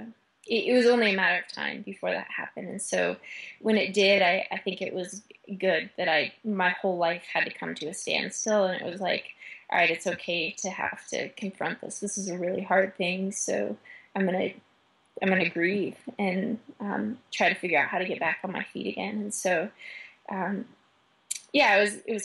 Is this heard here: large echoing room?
no